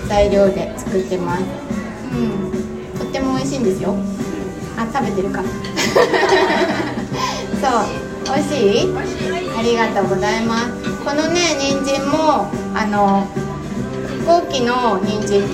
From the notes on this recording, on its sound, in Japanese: 11月3日に開催したスペシャルサラダパーティで初めての公開収録。